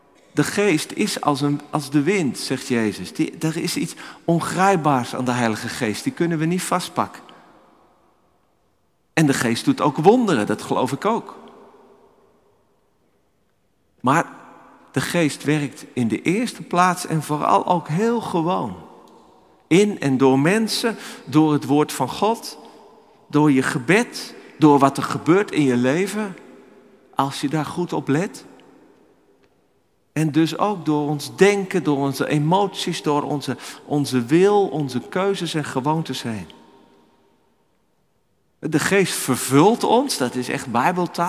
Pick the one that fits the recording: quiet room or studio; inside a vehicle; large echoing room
large echoing room